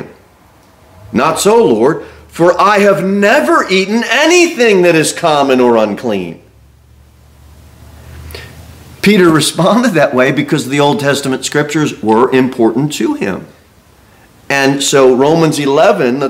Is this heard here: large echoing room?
yes